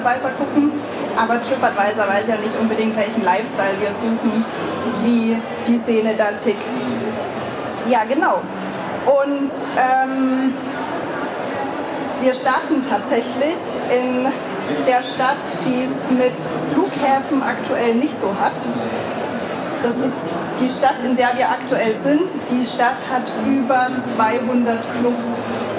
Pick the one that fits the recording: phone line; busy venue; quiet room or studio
busy venue